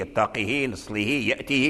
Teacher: والصيلة أوتي بها لإبراز الهاء المكسور، لأن الكسر خفيف والهاء مهموس ضعيف، فأوتي بالصيلة ليتقوى هذا الهاء.